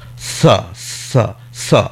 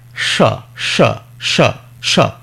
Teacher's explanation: জিভটাকে আরো পিছিয়ে নিয়ে যাব, পিছিয়ে নিয়ে গিয়ে স স স স, জিভের খেলা, জিভ দাঁতের কাছে নিয়ে এসো, দন্ত স হয়ে যাবে, জিভ পিছিয়ে নিয়ে যাও, তালব স হয়ে যাবে